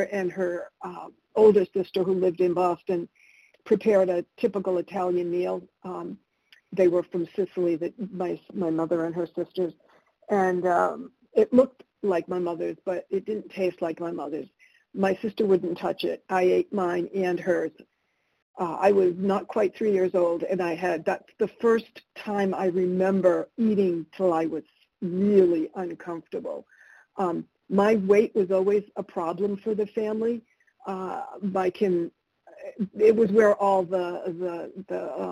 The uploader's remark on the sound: 100 Pounders Phone Meeting